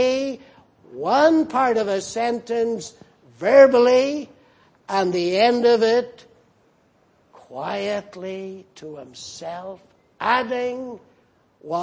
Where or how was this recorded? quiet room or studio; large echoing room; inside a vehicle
large echoing room